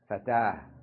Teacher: تاء التأنيث المربوطة تلفظ هاء عند الوقف